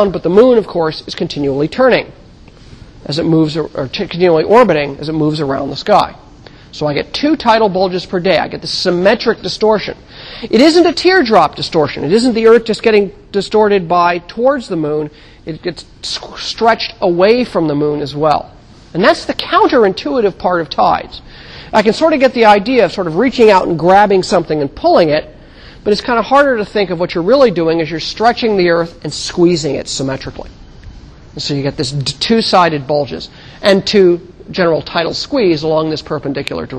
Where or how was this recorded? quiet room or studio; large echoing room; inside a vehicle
large echoing room